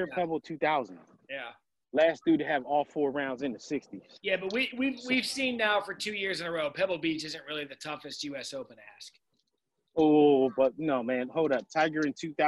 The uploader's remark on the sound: Tee off this podcast literally from the tee. Live from the golf course.